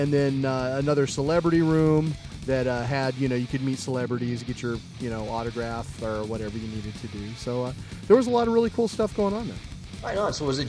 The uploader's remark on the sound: complete coverage of Crypticon 2009, live from Seattle!